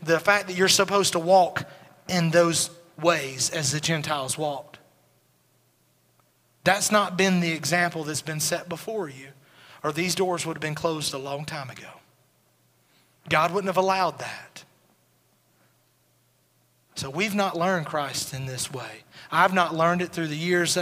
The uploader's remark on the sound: Recorded at Highland Baptist Church